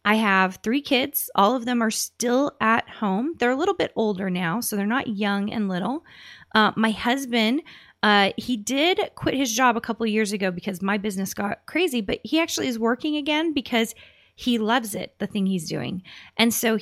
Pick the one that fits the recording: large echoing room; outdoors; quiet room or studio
quiet room or studio